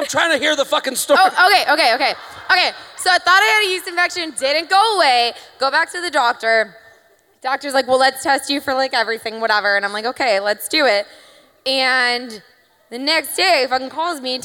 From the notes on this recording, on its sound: Take the show on the road for a very special bonus episode recorded live at The Agora Theatre in Cleveland. They conduct a dating app profile makeover for a lucky audience member.